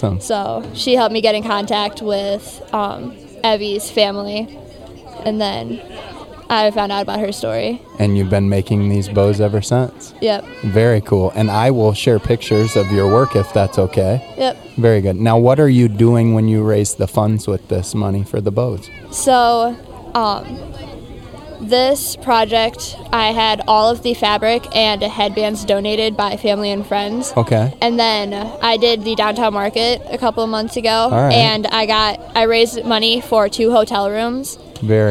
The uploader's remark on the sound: What is more iconic than for a podcast built in Iowa to record an episode at the Field of Dreams nestled in Dyersville, Iowa?